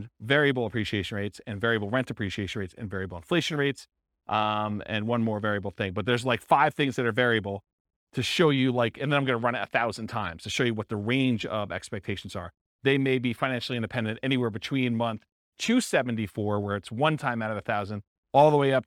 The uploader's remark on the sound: This was a live class recorded